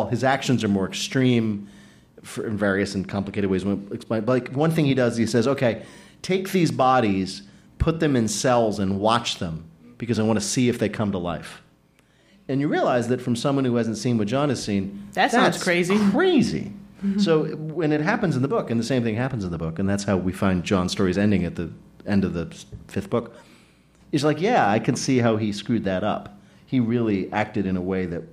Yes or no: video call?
no